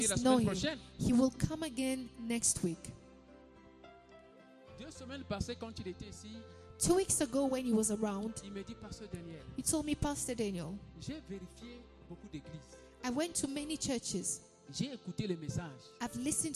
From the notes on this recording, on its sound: Sunday Live Service